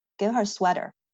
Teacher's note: 那个重音其实在最后的那个，给他一个什么东西，然后会有一个下降的语调